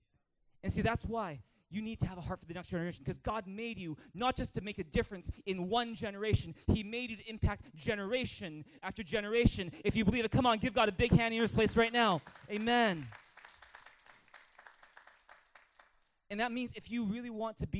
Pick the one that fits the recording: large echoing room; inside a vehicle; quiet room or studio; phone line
large echoing room